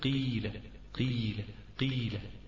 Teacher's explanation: أما عند النطق بالياء فيكون اللسان في مرحلة الرأس، رأس اللسان الطرف الأمام عند الأسنان السفلى، ويعلو اللسان عند منطقة وسط اللسان، منطقة الوسط بتاعت اللسان دي ترتفع قليلا عند الياء المادية. أقول قيل قيل قيل، يبقى عند الواو بترتفع الأقصى، عند الياء بيرتفع الوسط.